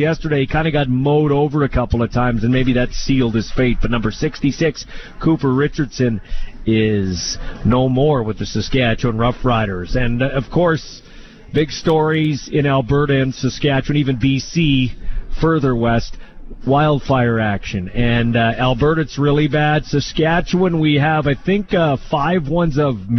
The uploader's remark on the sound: LIVE in Saskatoon for #Riders Training Camp Day 4